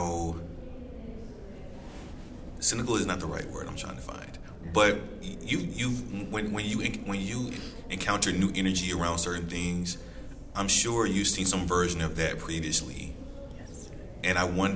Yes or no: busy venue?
yes